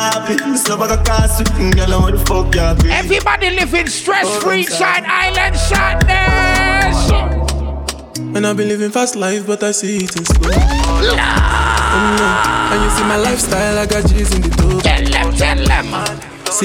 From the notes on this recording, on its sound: Live audio recording at Island Saturdays on Feb 24th.